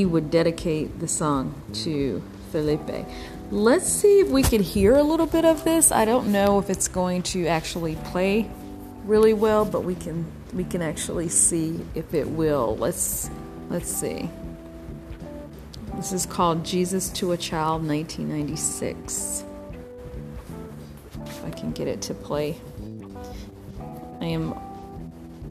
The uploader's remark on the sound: Sorry about the white noise on this episode!